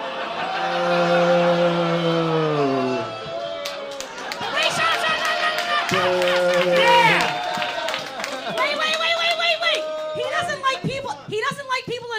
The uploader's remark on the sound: Recorded September 2022 at the Lincoln Lodge in Chicago, IL